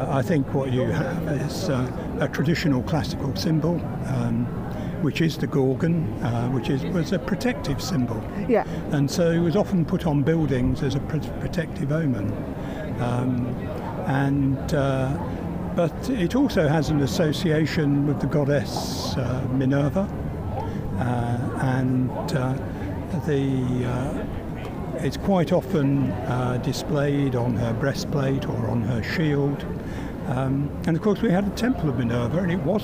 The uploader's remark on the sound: We walk around Bath as we explore what's beneath your feet, when you're standing outside The Roman Baths Museum.